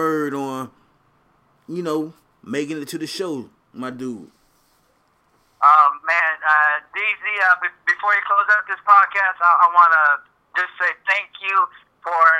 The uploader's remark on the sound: For my first phone conversation on the podcast